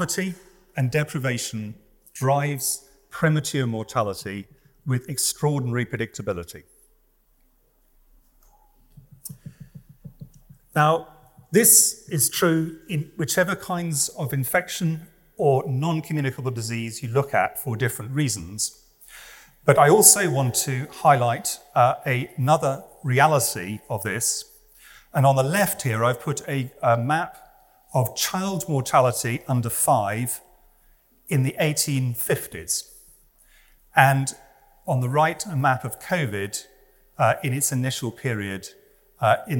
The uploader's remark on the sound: This lecture was recorded on Tuesday, 13 February 2024 at the Whitworth